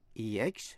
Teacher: Và danh từ expertise, E-X-P-E-R-T-I-S-E, expertise, là nhấn vần 3